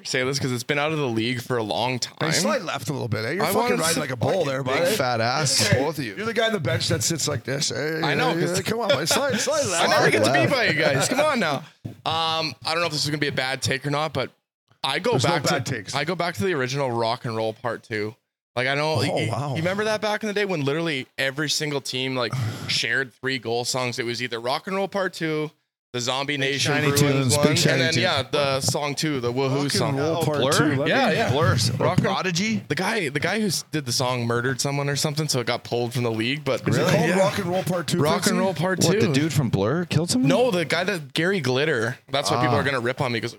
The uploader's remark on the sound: Live from DraftKings Sports and Social in Detroit